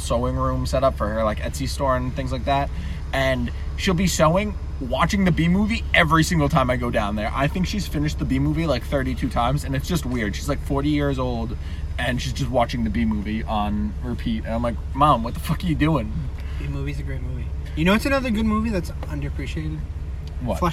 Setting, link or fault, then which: setting, inside a vehicle